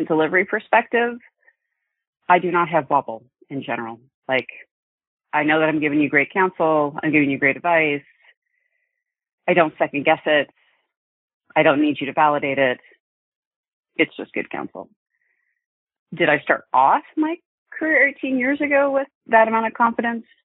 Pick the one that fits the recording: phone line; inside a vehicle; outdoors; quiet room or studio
phone line